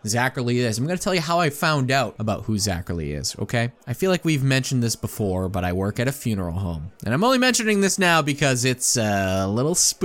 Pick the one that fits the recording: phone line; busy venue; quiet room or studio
busy venue